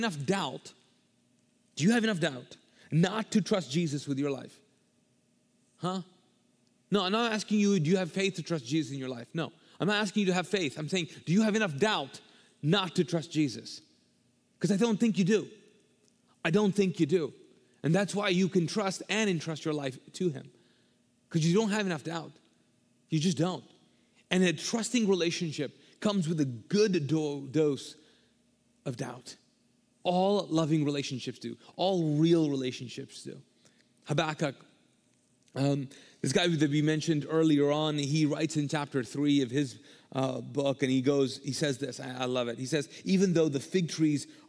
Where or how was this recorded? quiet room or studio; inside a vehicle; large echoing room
large echoing room